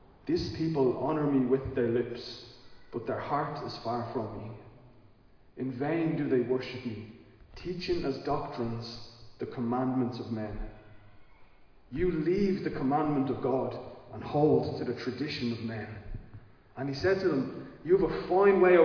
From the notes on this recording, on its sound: Recorded live in Liberty Church on 2 October 2022